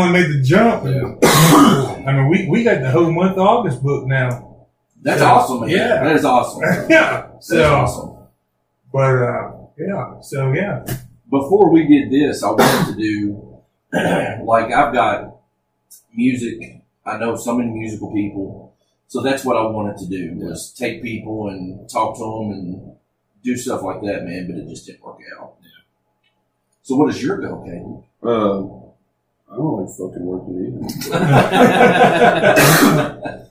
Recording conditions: poor microphone